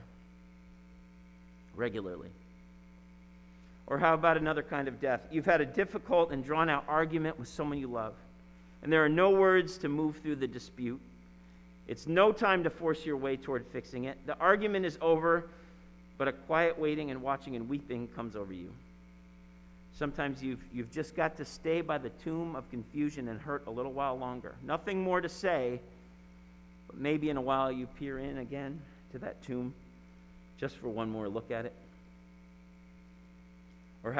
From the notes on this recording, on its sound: Sermon preached at RCHP on April 4, 2021.